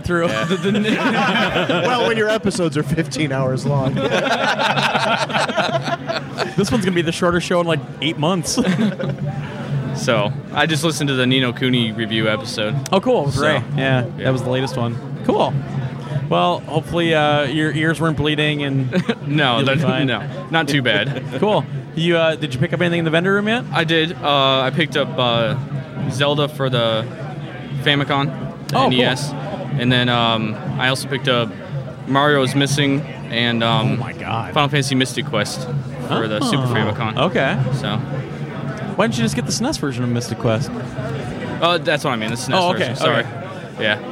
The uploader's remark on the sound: Live recording from the 2013 Midwest Gaming Classic, as we’re joined by many of the folks that made the trip to Brookfield, WI.